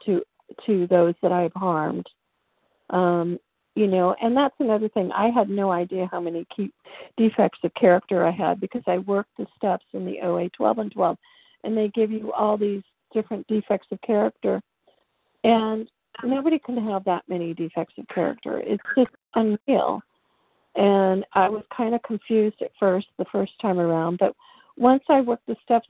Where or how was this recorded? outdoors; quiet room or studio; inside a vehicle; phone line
phone line